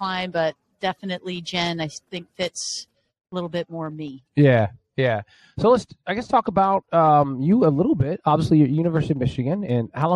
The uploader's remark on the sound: Is live on Podcast Row from the United Soccer Coaches Convention in Kansas City, MO.